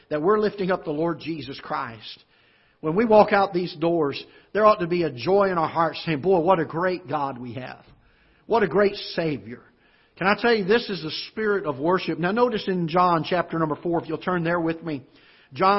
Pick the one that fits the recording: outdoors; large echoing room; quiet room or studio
large echoing room